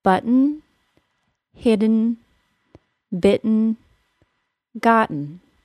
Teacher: What Peggy was hearing in the first set of words was a syllabic N. It's called a syllabic N because there is no vowel sound in that short, unstressed syllable, just an N sound. · there is no vowel sound between the T sound and the N sound in the words button, hidden, bitten, gotten